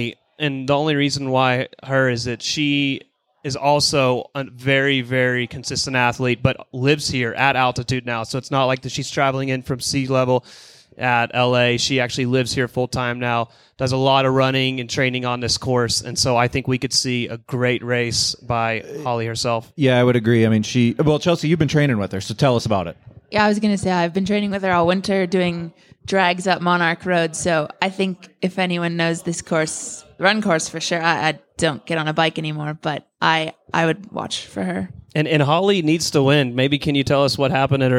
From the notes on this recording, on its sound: THE LIVE SHOW. Live from the Skratch Labs Cafe!